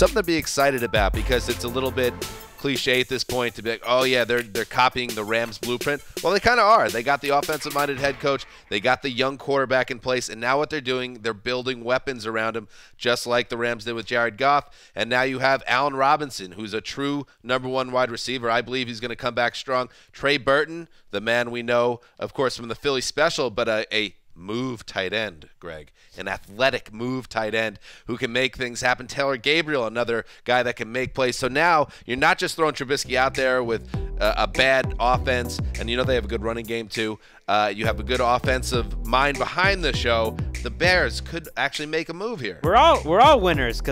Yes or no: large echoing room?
no